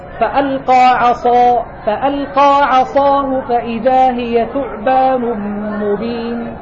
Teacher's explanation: ولما تبالغ في الاثنين تقول ألقى عصاه، أيضا فخمت الاثنين بدرجة واحدة. أنا أريد أن أسمع صوت التفخيم في القاء استعلاء فقط، وفي الصاد استعلاء وإطباقا وزيادة